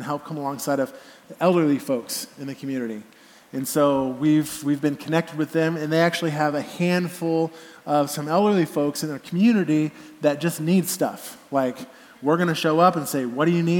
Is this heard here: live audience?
yes